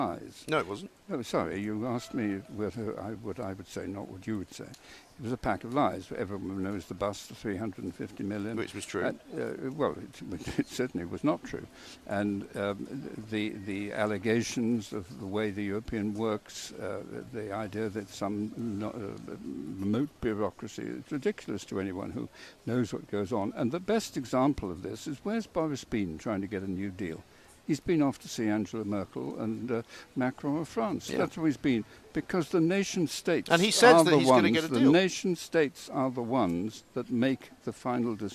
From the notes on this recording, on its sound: Parliament Resumes: Live from College Green.